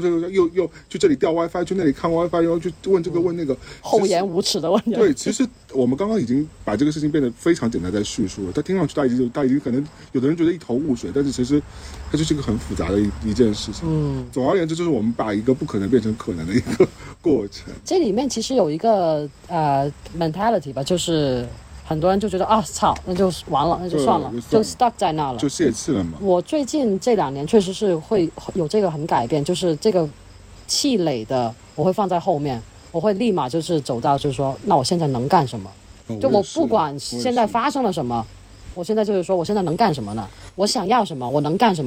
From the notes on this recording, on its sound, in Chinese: 本期为室外录音。